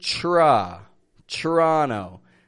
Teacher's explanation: Sometimes we will make kind of a reduction between these three letters and we will just pronounce the T and R and we drop the vowel.